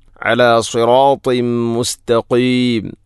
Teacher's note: അല സിറാത്തിം മുസ്തഖീം അല സിറാത്തിൻ ശേഷം തൻവീനു ശേഷം മീം വന്നാൽ ഇദ്ഗാം കാമിൽ. തൻവീനിനെ മീമിലേക്ക് ഇദ്ഗാം ചെയ്യണം